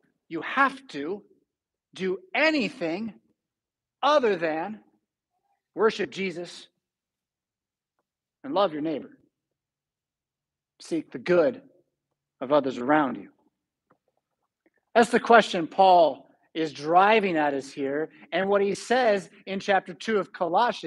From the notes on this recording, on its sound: Preached at St Paul Lutheran Church , Rockford, Illinois on August 19, 2022.